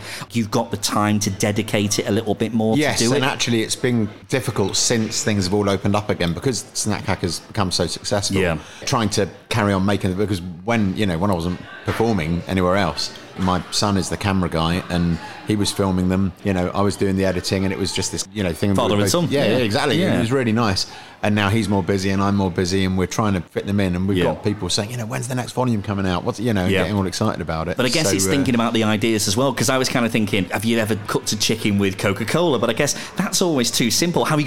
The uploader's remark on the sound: out and about in Edinburgh